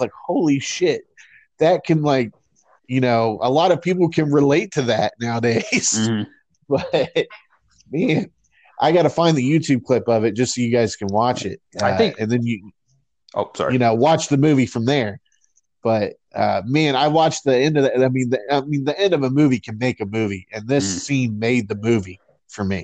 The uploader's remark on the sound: For another remote recording during quarantine.